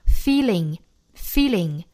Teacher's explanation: 字母 L 要发舌侧音了但是后面因为有元音那这个直接和后面的元音 ing 直接连接成一个 ling 的音就可以了